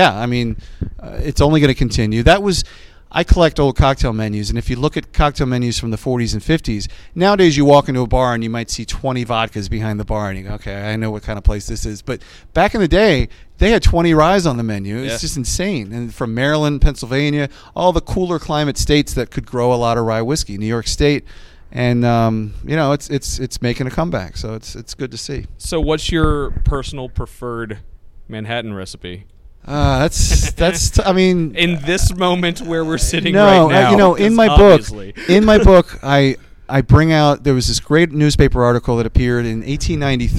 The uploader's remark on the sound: coming to you (not even remotely) live from the San Antonio Cocktail Conference